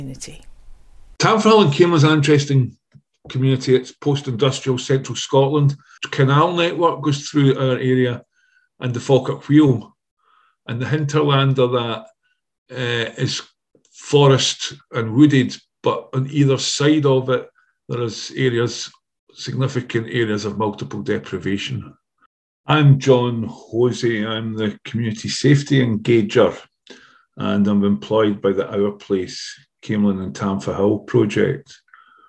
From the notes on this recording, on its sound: Last autumn, I was joined on Zoom.